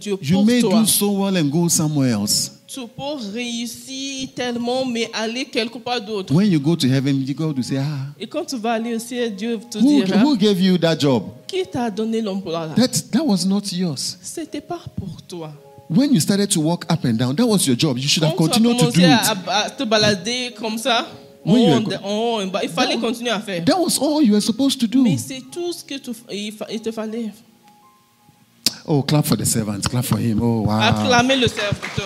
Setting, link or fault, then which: setting, large echoing room